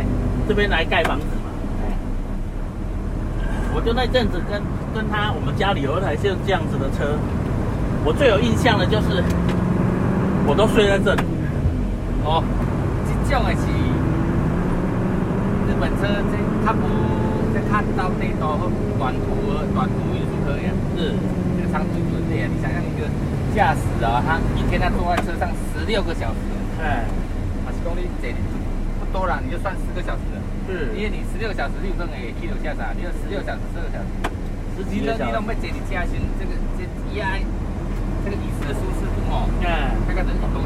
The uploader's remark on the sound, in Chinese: 聯結車外景。台灣馬路有多平，這集的音質就有多好。